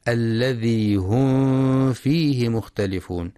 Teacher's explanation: الإظهار الشفوي، الميم الساكنة بعدها حرف الفاء، فلا يقرأ بإخفاء الميم